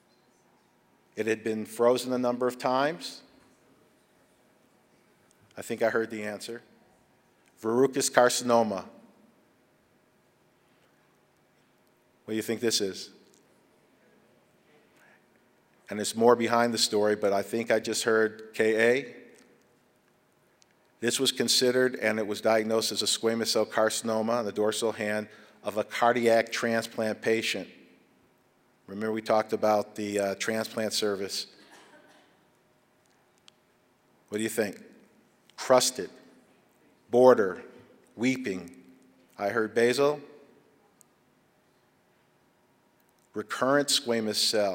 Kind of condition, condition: setting, large echoing room